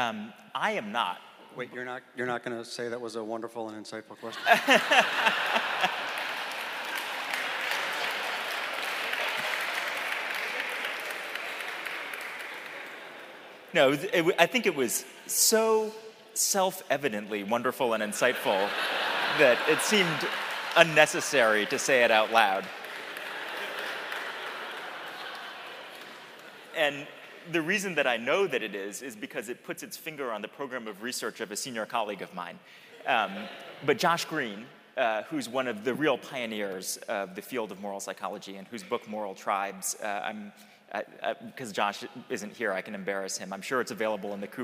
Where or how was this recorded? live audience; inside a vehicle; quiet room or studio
live audience